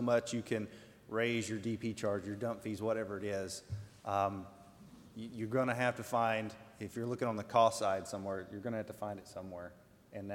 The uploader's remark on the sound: Live from CEC. This episode is a live recording of the panel.